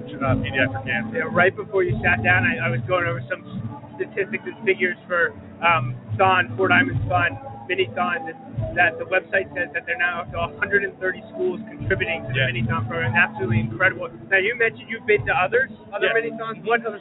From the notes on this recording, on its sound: Broadcasting LIVE from the Wilson High School (West Lawn, PA) gymnasium for the schools 2015 MiniTHON event.